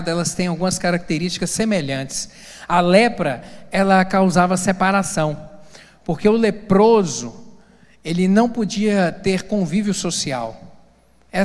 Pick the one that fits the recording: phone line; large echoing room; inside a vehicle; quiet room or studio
large echoing room